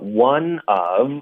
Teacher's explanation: one of 连读 one of, v 的音就省了，不要了